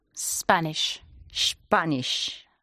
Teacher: ha pronunciado la S del final como una S española cuando es un sh